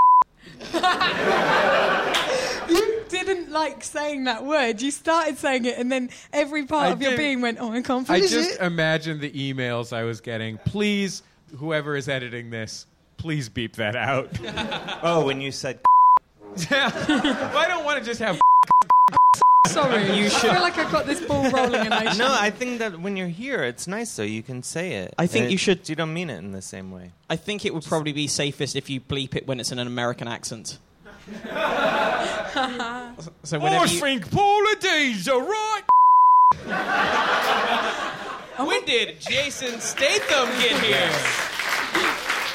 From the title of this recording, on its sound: Live in London